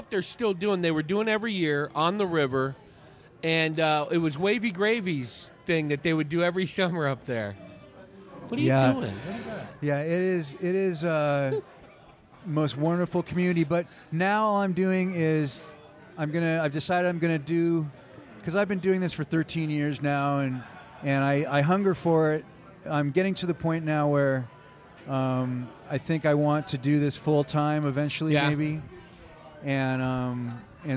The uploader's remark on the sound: Recorded at The Raven Café in Prescott, AZ. Recorded at The Raven Café in Prescott, AZ.